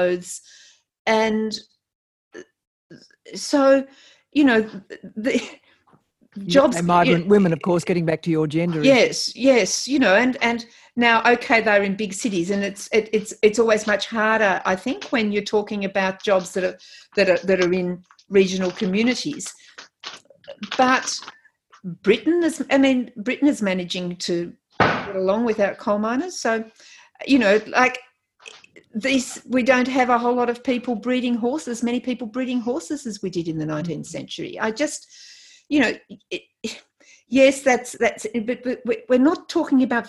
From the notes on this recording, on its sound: Live Recording. This conversation was recorded online during the Covid-19 crisis.